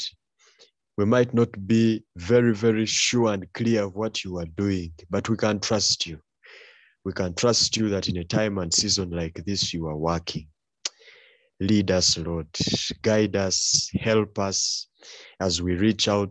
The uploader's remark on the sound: A recording from the 1st All Saints Cathedral Kampala Men's Discipleship Groups leaders' online training